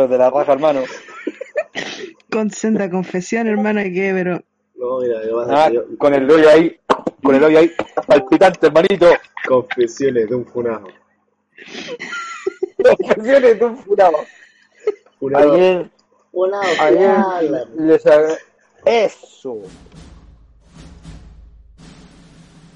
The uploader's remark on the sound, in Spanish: Audio caca. El audio es una soberana caquita.